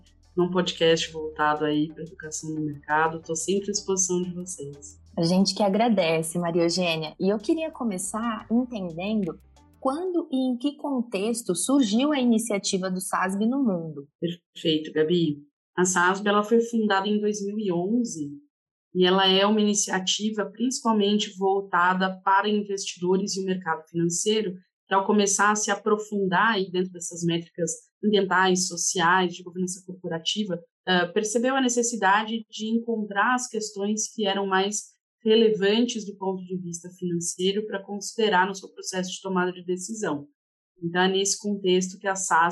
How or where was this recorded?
video call